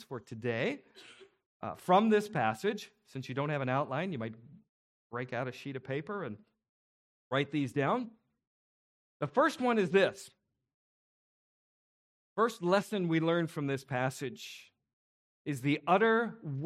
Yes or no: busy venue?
no